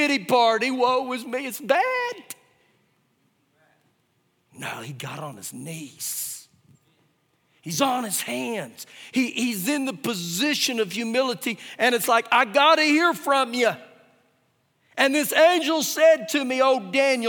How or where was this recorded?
large echoing room